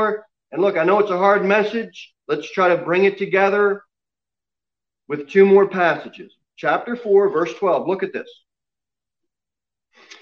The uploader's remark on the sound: Sermon delivered at Pilgrim Baptist Church on Sunday, February 14, 2021, at 11:15 am. Jere Whitson Rd.